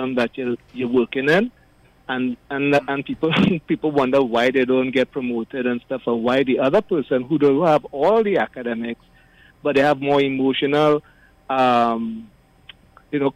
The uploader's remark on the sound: The Power Breakfast Show. During this hour we take calls from our audience.